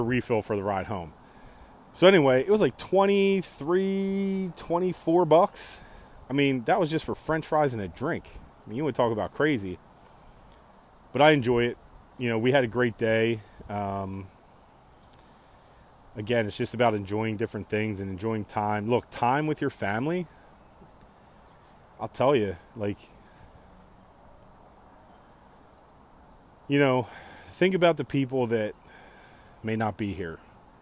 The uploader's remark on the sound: Outside smoking a couple pork loins and ribs riffin on some thoughts.